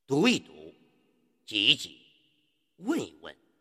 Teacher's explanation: 重叠式的动词中间，它要读轻声儿